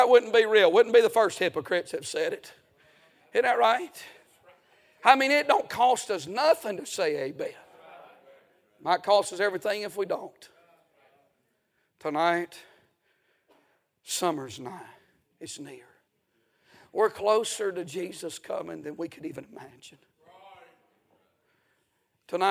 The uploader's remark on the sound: A sermon preached Sunday Evening